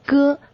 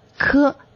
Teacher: 咯它是不送气的，可它是送气的